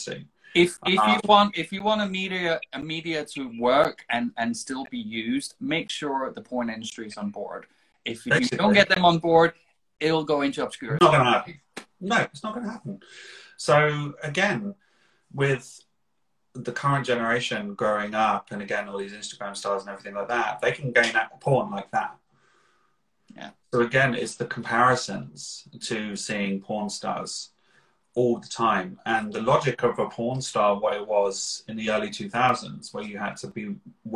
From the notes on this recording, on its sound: Recorded on 18 September 2021 on Instagram Live